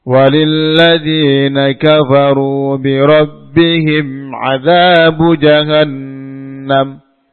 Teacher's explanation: Mim sukun bertemu dengan ain. Izhar syafawi. Bacanya jelas karena mim adalah huruf bibir, maka menjadi izhar syafawi.